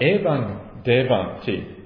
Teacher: Now, deva here, it might look to you like it means deva, nominative plural, kings, but in fact it isn't. It's actually deva, as in a short a, which means O king, and the a is lengthened because the t comes afterwards.